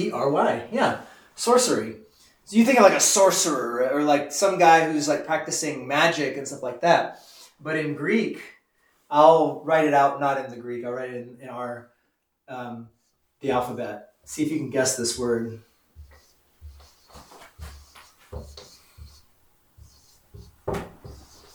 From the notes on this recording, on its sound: This is the audio from the 10am class we hold on Wednesdays. If you are in the Fredericksburg Texas area and would like to join us some time for Concord Class, we meet Wednesdays at 10am during the Lenten Season.